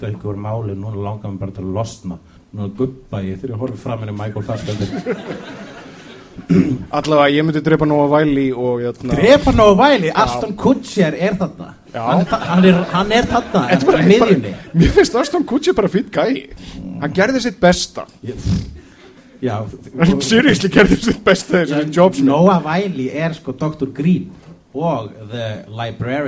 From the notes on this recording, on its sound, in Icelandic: Live! á Húrra. Fyrir framan “live studio audience”.